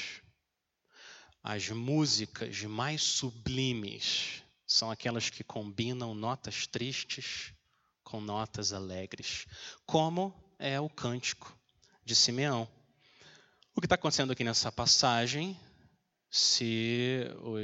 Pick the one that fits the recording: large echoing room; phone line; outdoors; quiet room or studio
large echoing room